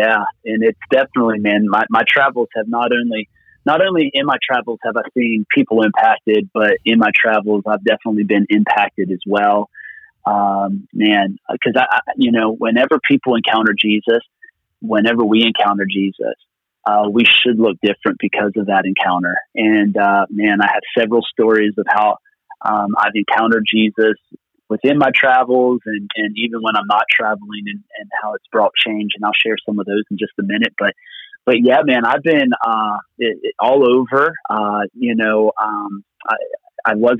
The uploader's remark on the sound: Location: Phone. From Pennsylvania.